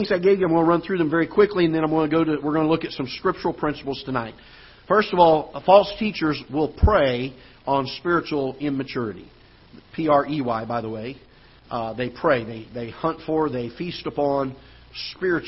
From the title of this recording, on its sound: Ketha Heights Baptist Church ~ Live Broadcast